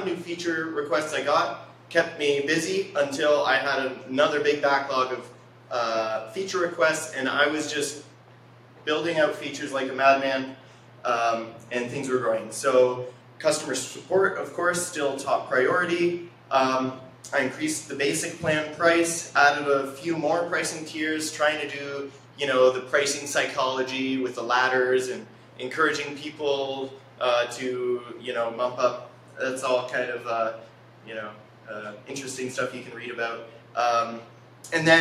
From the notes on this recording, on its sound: The conversation at the Milton Innovation Community Meetup